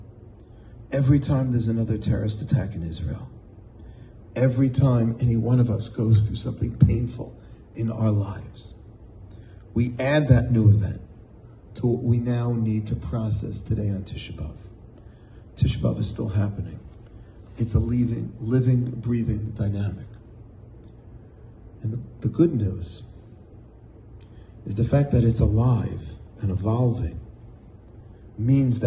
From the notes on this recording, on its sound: In front of a packed audience of young Jewish professionals.